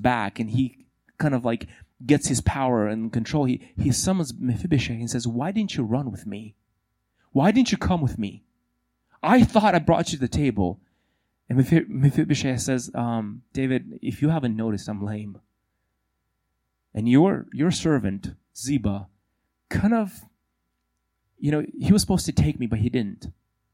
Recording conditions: large echoing room